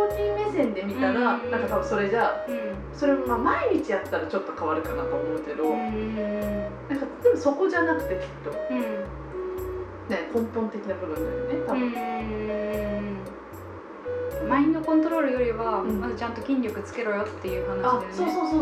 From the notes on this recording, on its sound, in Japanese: 録音環境劣悪のため超絶ローファイでお送りします。